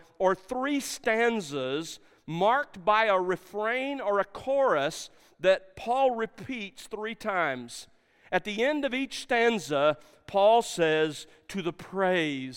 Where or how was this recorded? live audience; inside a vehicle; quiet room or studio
live audience